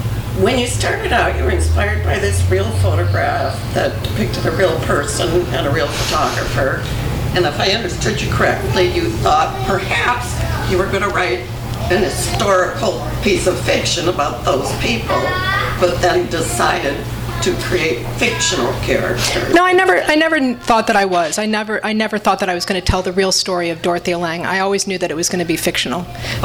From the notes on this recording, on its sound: THIS EVENT WAS RECORDED LIVE AT SKYLIGHT BOOKS ON APRIL 6, 2013